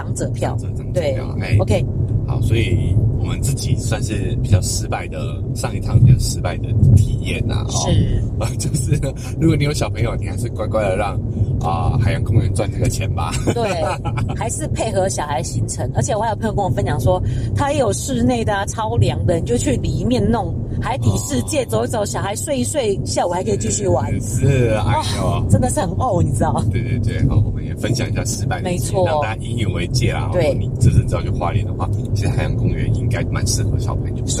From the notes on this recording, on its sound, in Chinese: 音質預警。本集在車上錄音、底躁較為明顯。